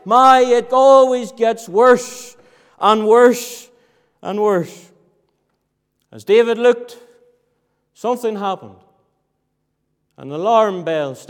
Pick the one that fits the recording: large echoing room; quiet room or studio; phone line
large echoing room